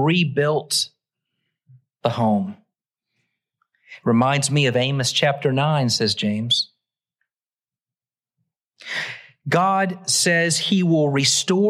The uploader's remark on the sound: Originally preached at the West Side Church of Christ (Searcy, AR) on July 2, 2023.